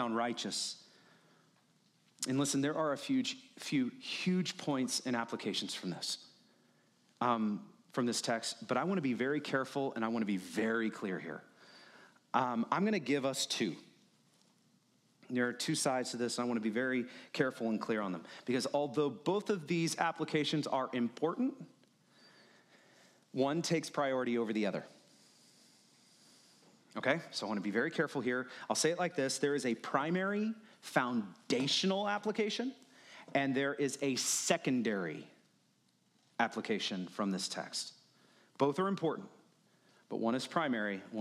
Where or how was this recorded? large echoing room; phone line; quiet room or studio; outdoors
large echoing room